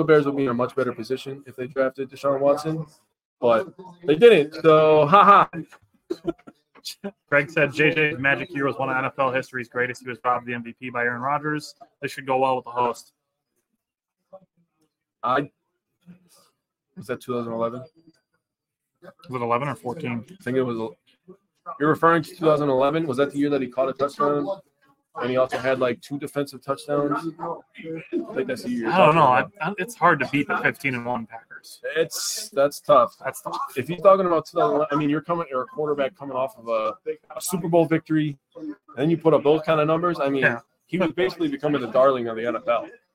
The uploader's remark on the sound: We are live from the WiscoCollect event at Memory Lanes in Clintonville